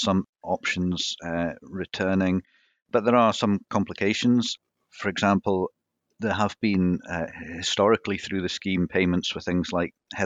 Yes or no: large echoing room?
no